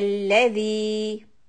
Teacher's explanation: Stretch the madd tabi'i on dhal kasra followed by ya, two counts.